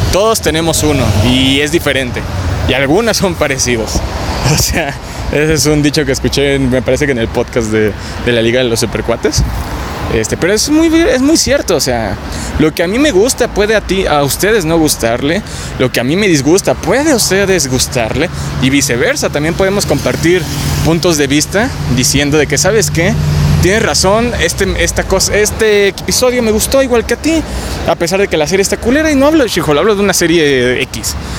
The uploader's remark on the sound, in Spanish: Grabado en Avenida Paseo de la Reforma